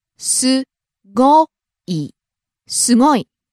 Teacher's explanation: Rising on the second syllable, go, and coming down on the last syllable, い。